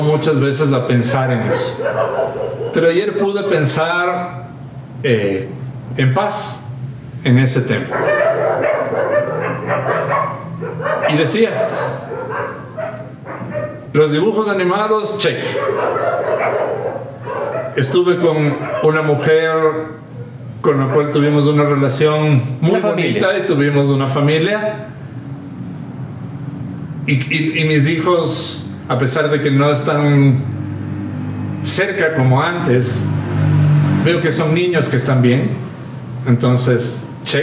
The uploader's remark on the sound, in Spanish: Un episodio con los sonidos de la Ciudad de fondo.